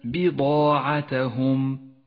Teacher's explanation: ولاحظ أن حرف الباء مرقق وحرف الضاد مفخم والألف التي بعده مفخمة أيضا تابعة له